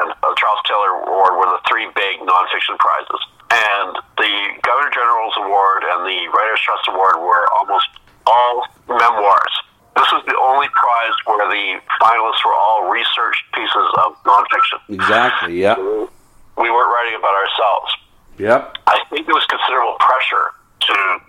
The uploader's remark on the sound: over the phone